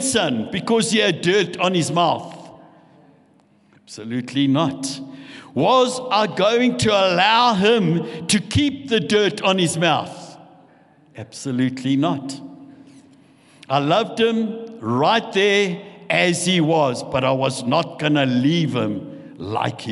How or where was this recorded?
large echoing room